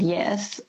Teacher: I think mine sounds like an eh, but some people might hear me and think it sounds more like an ah · Term: the E vowel